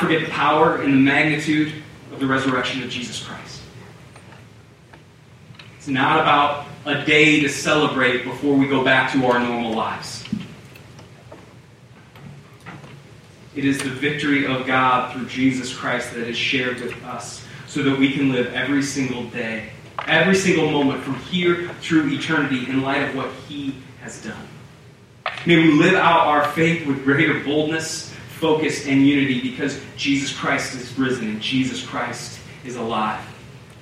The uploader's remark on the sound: We apologize for the audio issues. Due to technical difficulties we were only able to offer the audio from the room.